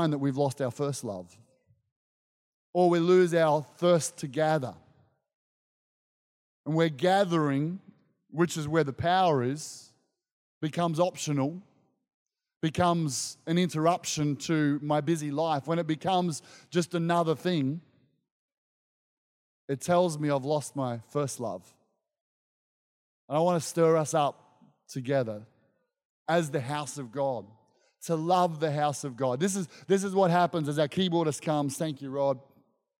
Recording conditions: live audience